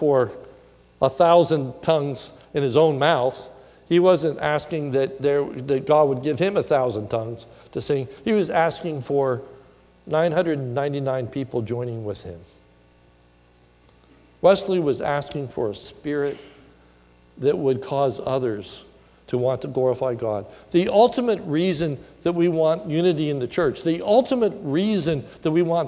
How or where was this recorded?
large echoing room